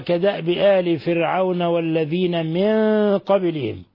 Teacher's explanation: لاحظوا ترقيق الراء لأن سبقها كسر لازم في لفظ فرعون، ولأن العين مرققة.